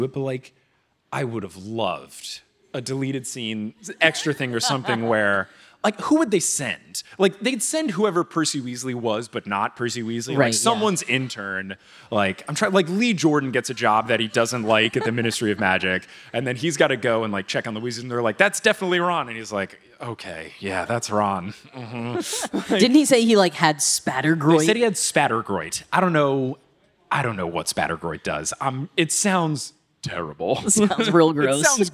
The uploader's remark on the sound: Live from City Winery in NYC.